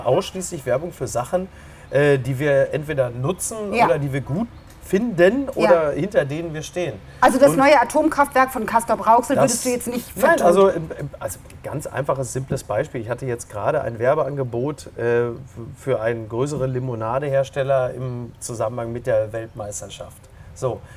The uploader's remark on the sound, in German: in einem Tretboot-Schwan auf der Hamburger Alster